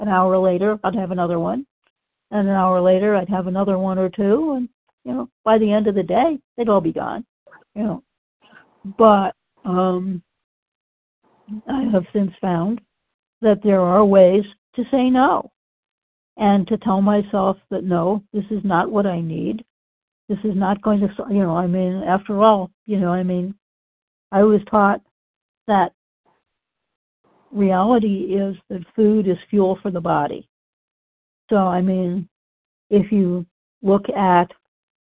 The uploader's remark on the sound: from the 100 Pounders Phone Meeting, 10/4/23.